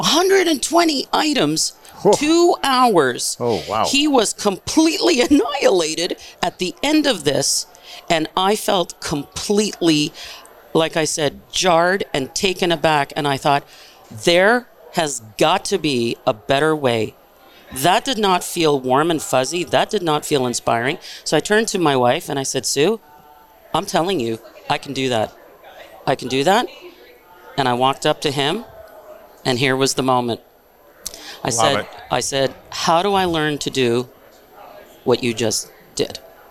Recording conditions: busy venue